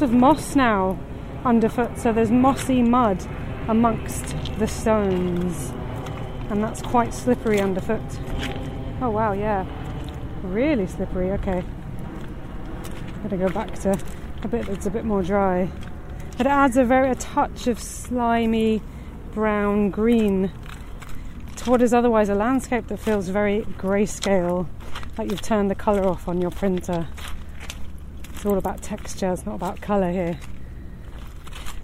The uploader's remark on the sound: River Thames, Richmond. This podcast is recorded in 3D sound! Join her out and about as she captures those small, magical moments of everyday life, in sound.